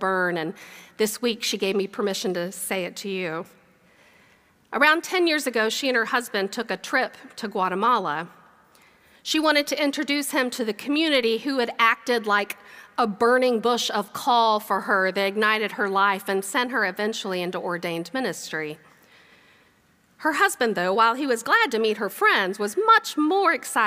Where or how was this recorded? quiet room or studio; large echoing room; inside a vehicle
large echoing room